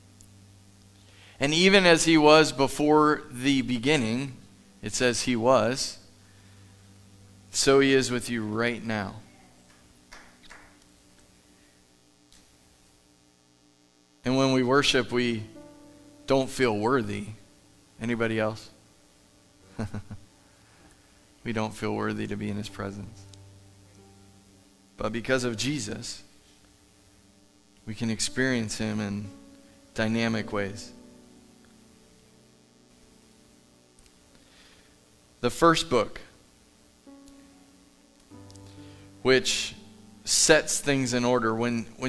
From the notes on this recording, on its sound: Live from The Summit Church in Dover, OH